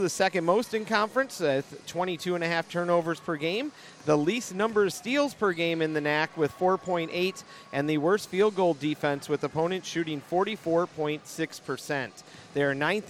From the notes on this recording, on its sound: Full game audio. At the Reiman Gymnasium in Milwaukee, Wisconsin.